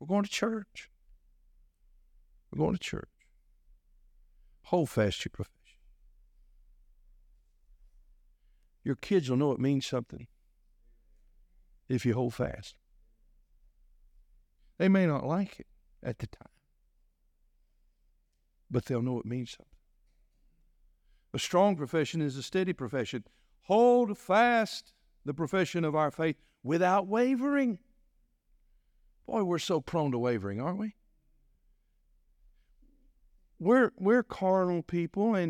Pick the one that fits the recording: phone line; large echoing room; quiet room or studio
large echoing room